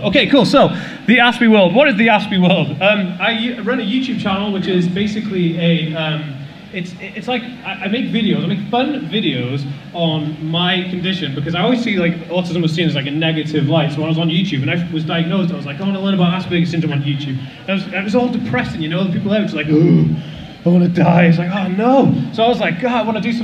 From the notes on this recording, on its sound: a live talk I did for the Autism Directory